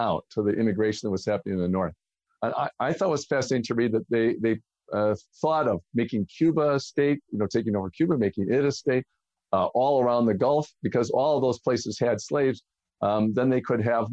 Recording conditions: video call